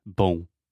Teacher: First, the reason that Brazilians do this in general is because when you have an M or an N at the end of a word or phrase in Portuguese, you will generally make a nasal vowel